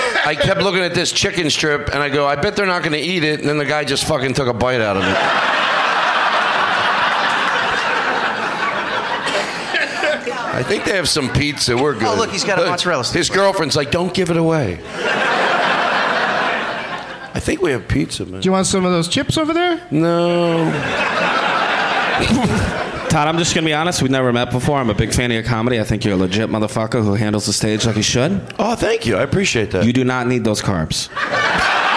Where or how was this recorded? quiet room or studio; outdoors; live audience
live audience